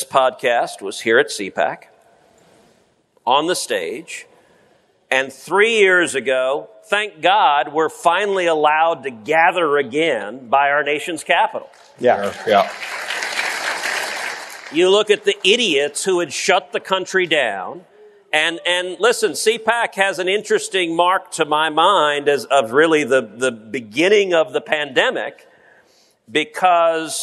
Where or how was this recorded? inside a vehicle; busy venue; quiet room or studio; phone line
busy venue